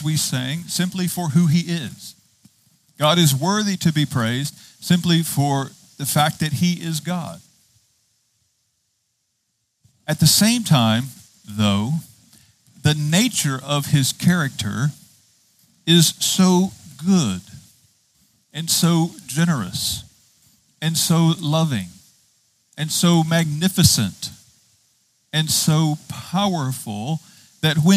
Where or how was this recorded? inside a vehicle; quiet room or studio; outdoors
outdoors